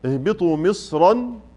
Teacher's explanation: مصر المنونة اهبطوا مصرا، هذه مفخمة وصلا ووقفا، إذا وصلتها فهي مفخمة، وإذا وقفت عليها فمفخمة كذلك، لأن بعدها ألف، الألف هذا لازم لها، ولو وصلتها بعدها تنوين مصرا فإن، ولو وقفت تقول إيه؟